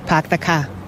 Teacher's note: You don't say R for anything. You run your words all together. · Term: wicked Boston accent